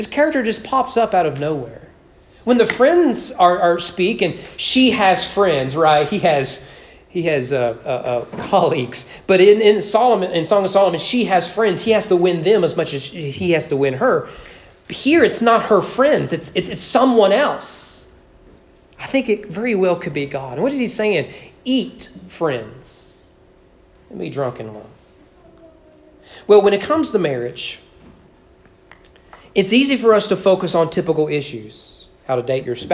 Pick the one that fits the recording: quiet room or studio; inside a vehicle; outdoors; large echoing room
large echoing room